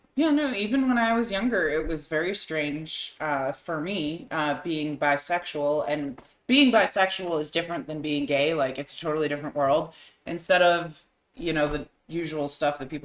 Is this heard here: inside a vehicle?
no